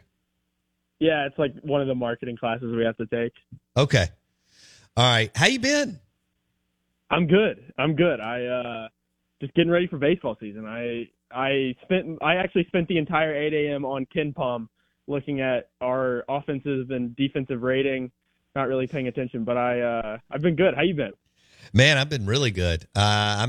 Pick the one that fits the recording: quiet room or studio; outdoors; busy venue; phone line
phone line